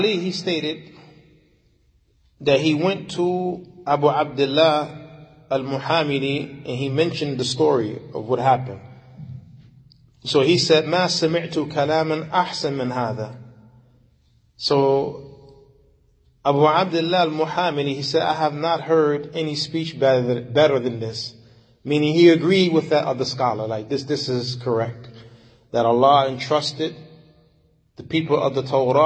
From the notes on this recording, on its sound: Lecture given at Masjid Nur Allah, Queens, Ny